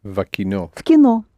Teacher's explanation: the V sounds as F. You can hardly hear it. · Never accent this little word. There is no vowel there, nothing to accent. So linking it to the next word, it is В кино.